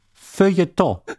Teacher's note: Und was ist mit dem Buchstaben L? Der ist stumm. · Term: stumme Konsonant